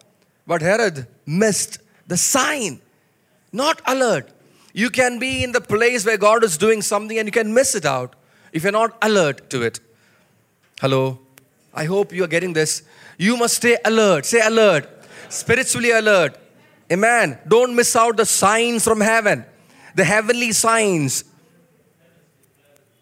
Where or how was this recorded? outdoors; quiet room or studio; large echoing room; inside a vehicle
large echoing room